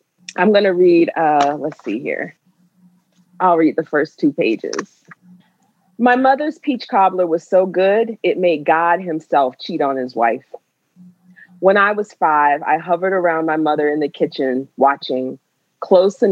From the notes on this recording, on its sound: While engaging with an enthusiastic virtual audience